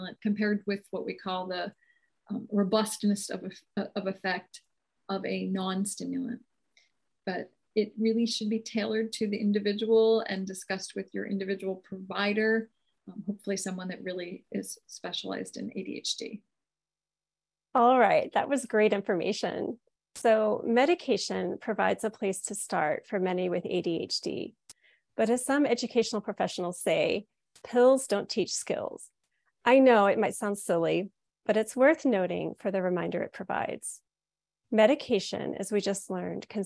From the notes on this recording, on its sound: The audio from the webinar AND a bonus Q&A section.